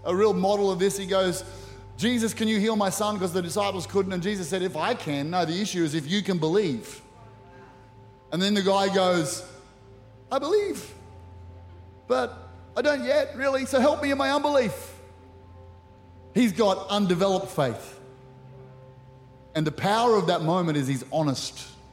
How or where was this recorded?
large echoing room